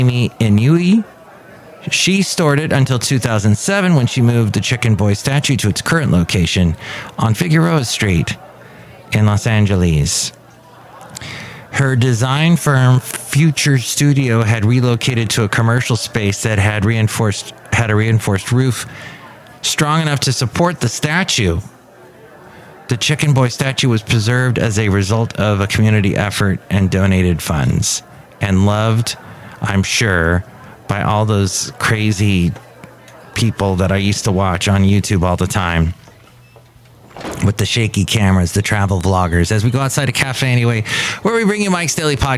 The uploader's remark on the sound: podcasts live from Café Anyway